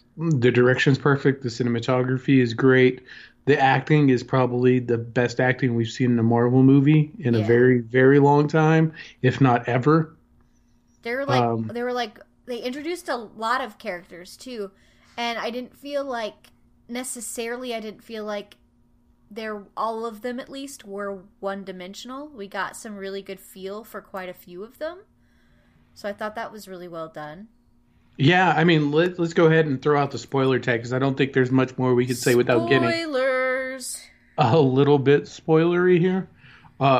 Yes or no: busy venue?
no